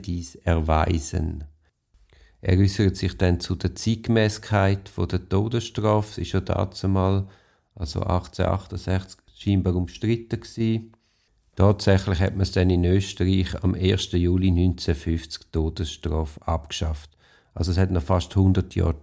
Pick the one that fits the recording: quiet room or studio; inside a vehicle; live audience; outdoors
quiet room or studio